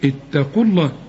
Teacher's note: الواو بتلغى لأنها ساكنة.